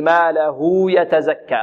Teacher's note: ماله يتزكى الهاء توصل بواو لفظية بمقدار ماذا؟ حركتين. وتسمى صلتها الكناية.